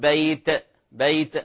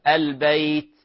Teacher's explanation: احرصوا على التاء فيها همس، فيها همس وليست قلقلة · Shown in: second take · الهمس أخف، لا نقول بيت بيت، هذا خطأ، فهي فيها همس.